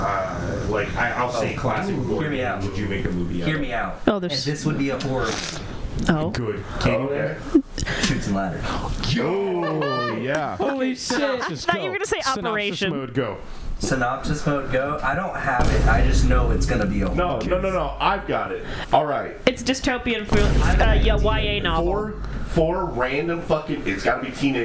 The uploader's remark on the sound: WE HAD RECORDING ISSUES AGAIN . We're so sorry for the weird roomy sound!